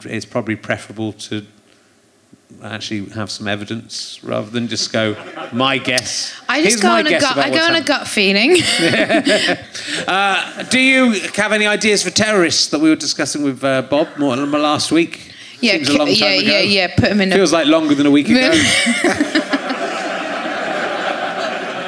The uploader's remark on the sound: Chats to his audience, with faces old and new, including a mum and daughter that lead him to some dark thoughts and a laughing financial advisor.